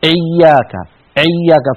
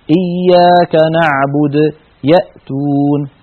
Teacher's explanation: فيضغط على الهمزة ويضغط على مخرج العين، فيخرج صوت خليط من همزة وعين · Shown in: first take · فهذا لا يصح، بل تنطق الهمزة بسهولة وسلاسة، إياك نعبد · Term: التهوع